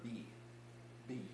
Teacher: Felt a little puff of air hit your hand. · Term: plosives